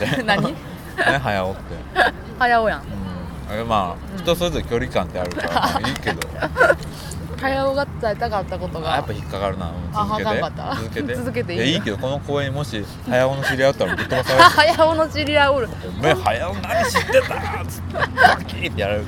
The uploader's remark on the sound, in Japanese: 屋外での収録ですのでお聞き苦しい点もあるかもしれませんが